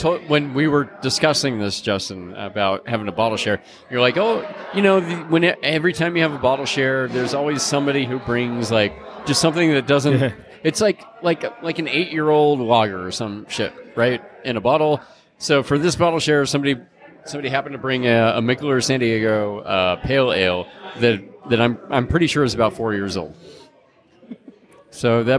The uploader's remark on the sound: Record on location during the most EPIC event. The Trifecta Bottle Share Hosted by The Craft Lounge, Hip Hop Craft, Beer Thug Life and Louie's Liquor! Located in Beaumont, CA.